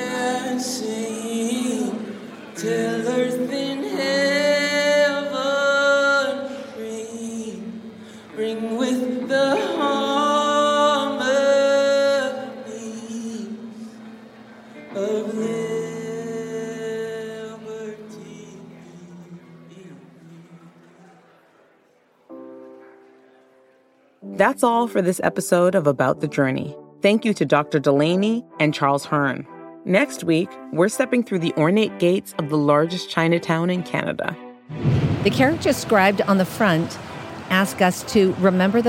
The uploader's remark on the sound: Dallas, TX: Celebrate Juneteenth at the Texas Black Invitational Rodeo. From galloping horses and the hoots and hollers of the more than 300 competing Black cowboys and cowgirls. We take you behind the scenes of one of the most popular rodeo events around.